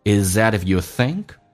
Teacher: th 音不发音，用前面的 z is 的 z 跟 that 的 a · Term: 连音